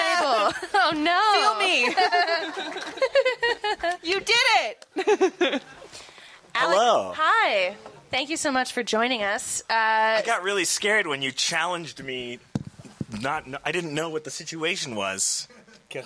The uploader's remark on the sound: Joins us live on-stage. This is a live episode of Everything's Coming Up Simpsons recorded live at the Alamo Drafthouse in Denver last year. This audio is considered a lost tape – in fact, we were unsure it would ever see the light of day.